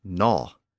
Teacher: that awkward G sound at the front also disappeared, and it became simply gnaw